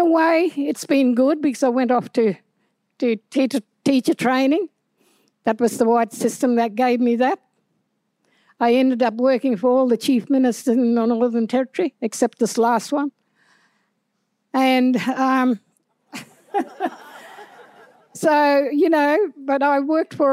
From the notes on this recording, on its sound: An event held in the northern territory in front of a live audience.